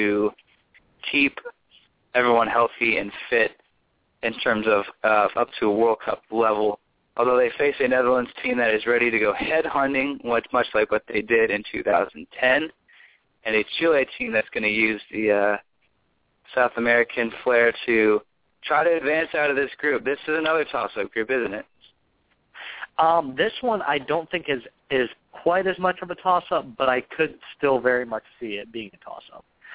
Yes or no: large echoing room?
no